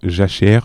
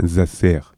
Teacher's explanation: Zézailler consiste à prononcer un Z à la place d'un J et un S à la place du CHE. · Shown in: second take · En zézaillant, jachère devient zasser.